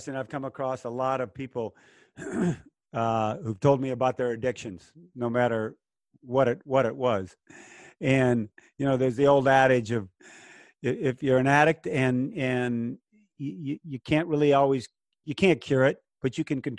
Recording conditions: video call